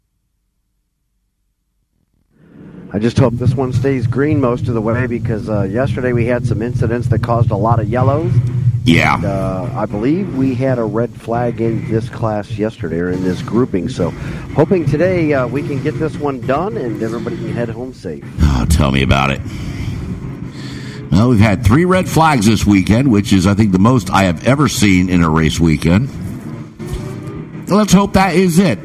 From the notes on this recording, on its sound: Broadcast the races for the Hoosier Tire SCCA SuperTour Series event held at VIRginia International Raceway in Alton, Virginia. VIR is a multi-purpose road course offering professional and amateur auto and motorcycle racing, as well as a wide range of track events.